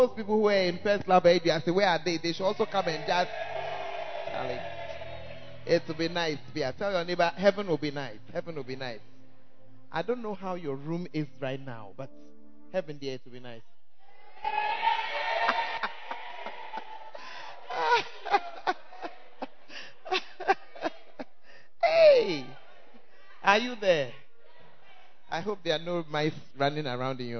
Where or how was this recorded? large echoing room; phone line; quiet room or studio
large echoing room